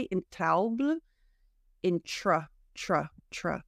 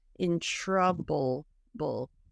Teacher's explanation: The T in trouble sounds like a ch · Shown in: second take · and then the O is silent.